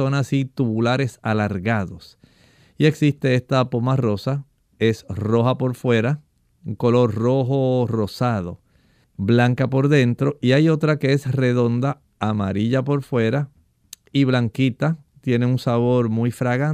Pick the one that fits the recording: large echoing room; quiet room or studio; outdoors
quiet room or studio